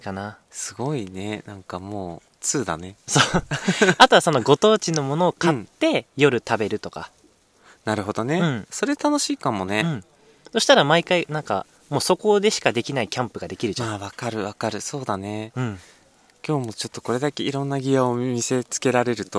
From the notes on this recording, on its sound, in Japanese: 今日は初のキャンプ収録